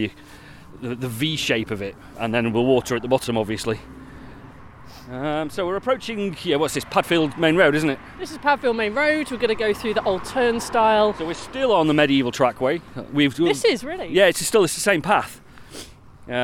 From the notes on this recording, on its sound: This time we’re walking from the Palantine pub in Hadfield, via Lambgates to Roughfields - keeping our eye out for interesting stone markings, bits of pottery and gateposts.